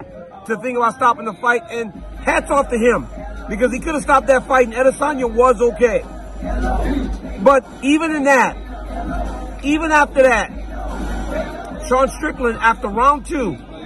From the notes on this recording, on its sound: LIVE from the octagon in Sydney, Australia